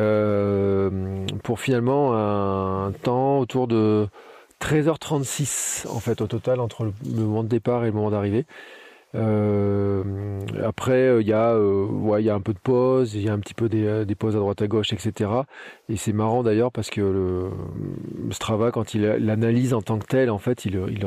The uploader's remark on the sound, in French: mon tout premier Gravelman en live depuis le vélo